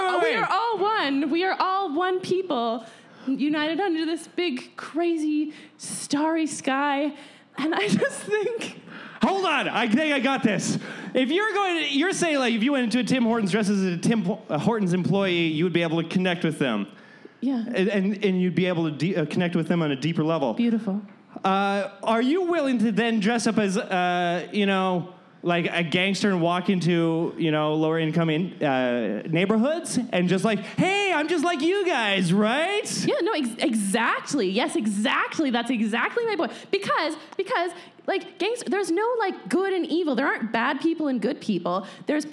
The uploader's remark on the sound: LIVE at ThunderProv! Recorded in front of a live audience.